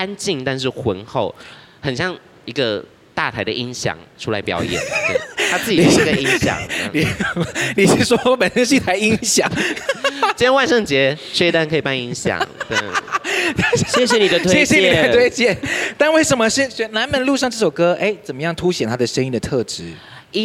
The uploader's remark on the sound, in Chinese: 特別版現場錄音